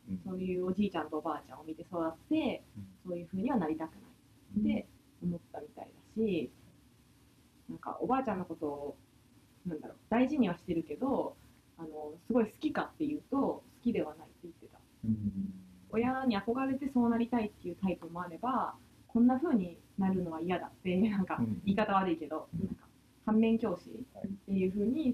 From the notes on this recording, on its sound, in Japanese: オーディオの音質が機材の制限により、あまり良くなくてすみません！